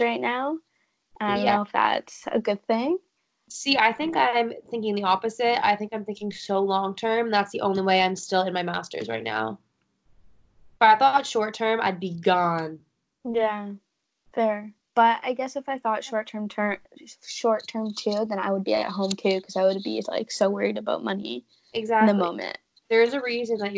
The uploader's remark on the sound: Is in the UK. Is in Ottawa. Get our latest update with our skype call.